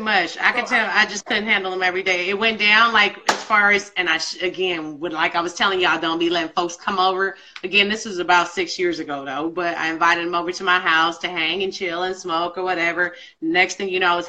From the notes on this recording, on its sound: live on IG Live